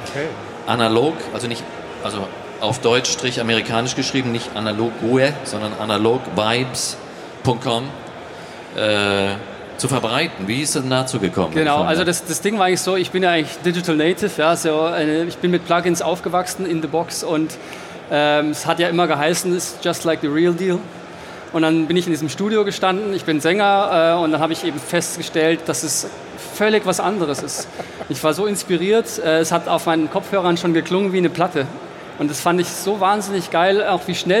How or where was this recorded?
busy venue